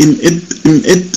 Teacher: أما الميم والباء فيخرجان بانطباق الشفتين مع مراعاة أن الباء أشد إطباقا من الميم. أنت إذا تلفظت إم إب تلحظ أن انطباق الشفتين فيهما في الباء أقوى منه في الميم.